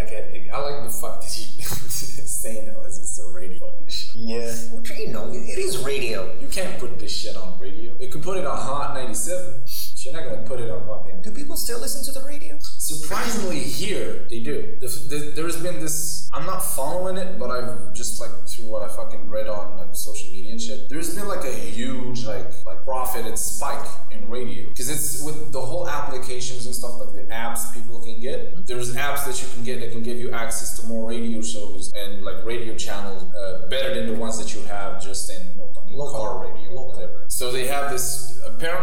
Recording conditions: poor sound quality